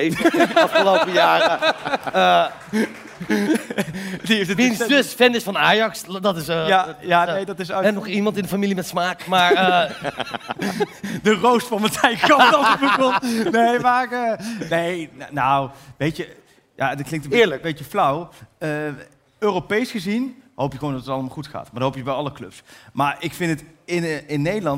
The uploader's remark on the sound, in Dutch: THEATERSHOW. Naar de Melkweg in Amsterdam voor de opname van de vijfde aflevering van seizoen twee. Gelukkig kwam er ook publiek en een aantal leuke gasten.